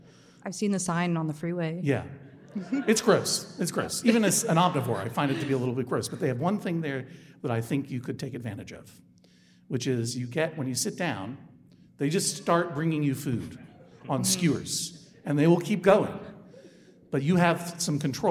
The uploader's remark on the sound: Live from SF Sketchfest. This week’s episode was recorded live in front of an audience at the Sydney Goldstein Theater!